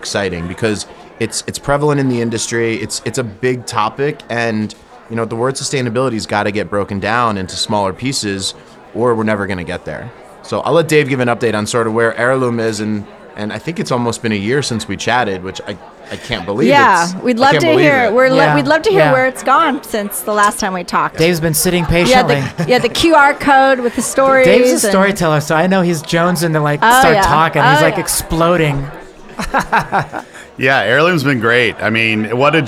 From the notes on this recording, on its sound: LIVE from NeoCon. We chat with six incredible guests.